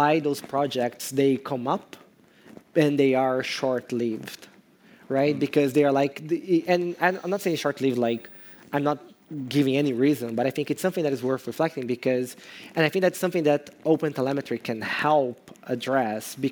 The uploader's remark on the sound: Live From CodeBEAM in Berlin! For a live recording of the pod at CodeBeam!